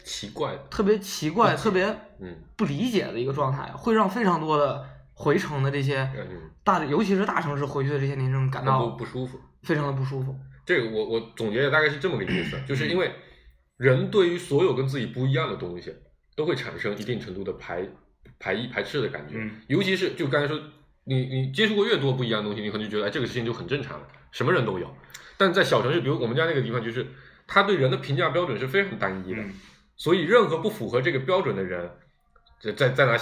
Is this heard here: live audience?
no